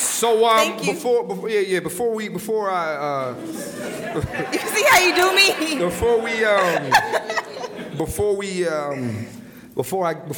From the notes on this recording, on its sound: LIVE in Atlanta, Georgia.